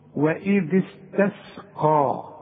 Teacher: الكلمة دي كلها فيها القاف فقط مفخمة، حولتني السين إلى صاد، وحولتني الت إلى ط، وحولتني السين الثانية إلى صاد.